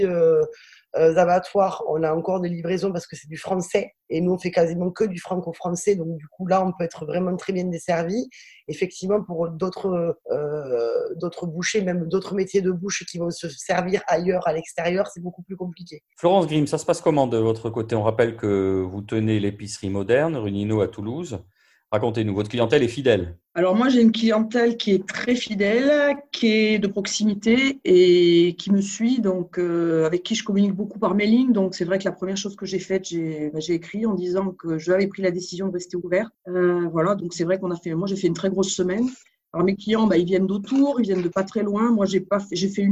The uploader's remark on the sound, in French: c’est une équipe au grand complet qui s’est faite belle pour sa séance quotidienne de visioconférence.